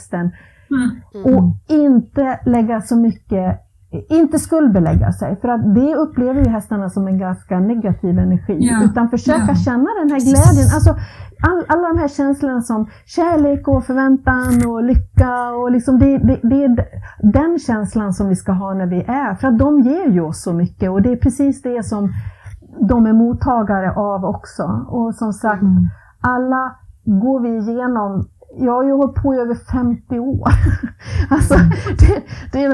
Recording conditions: poor sound quality